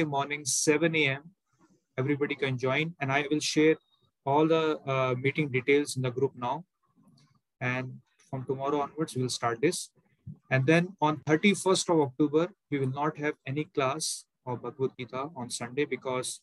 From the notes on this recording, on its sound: Zoom recorded class. HKM, Mumbai.